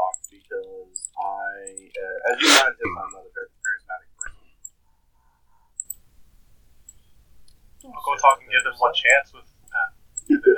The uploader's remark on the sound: The audio in the premiere episode is bad quality